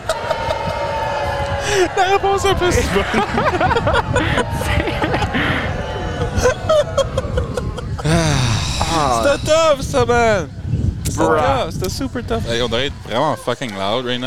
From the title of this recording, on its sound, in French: enregistré au Dolma Rooftop à Moncton